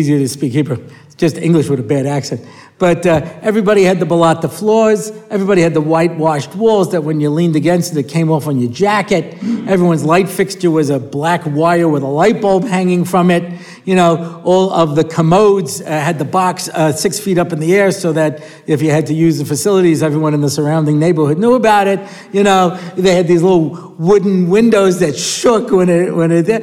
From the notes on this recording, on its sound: recorded at the Motzei Shabbos Har Nof shiur